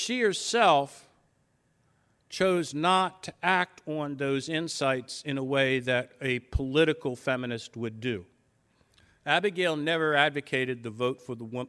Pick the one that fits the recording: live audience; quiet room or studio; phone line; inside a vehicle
live audience